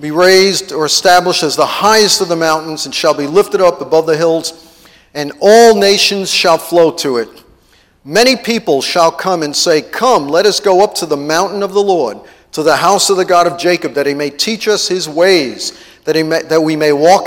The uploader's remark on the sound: TEACHING AT IMPACT CT CONFERENCE MAY 1